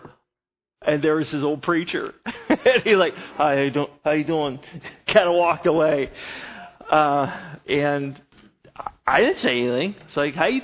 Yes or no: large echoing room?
yes